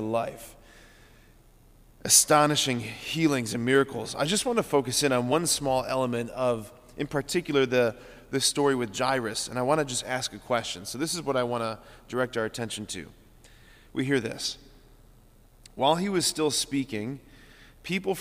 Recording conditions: large echoing room